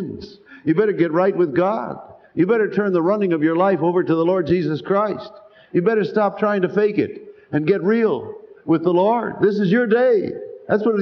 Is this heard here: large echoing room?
yes